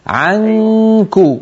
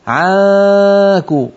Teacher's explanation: عنك ولا تقول عنك، هذا الصوت لا يصح، انتبهت؟ اذهب إلى الكاف مباشرة وبالتالي ينقفل الفم ويصير الصوت كله من الأنف · Shown in: first take · Term: إخفاء النون